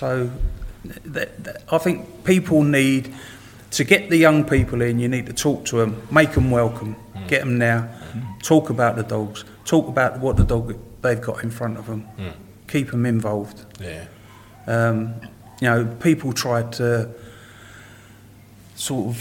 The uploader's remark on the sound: our first ever live podcast recording